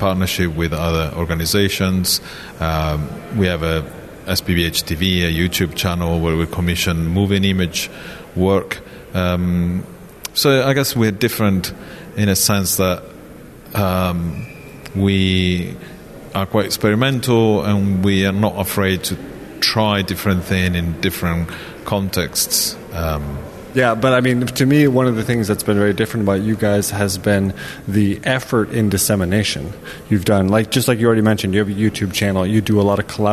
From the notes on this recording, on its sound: Today we are presenting some of the conversations we had during the 1000 Books Art Book Festival which was at Charlottenborg about a week and a half ago.